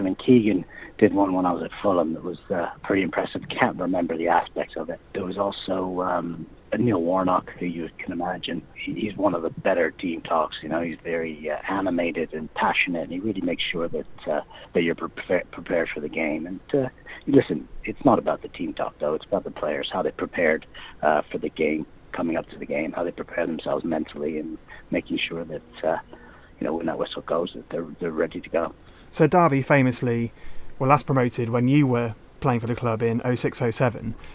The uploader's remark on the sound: On the phone.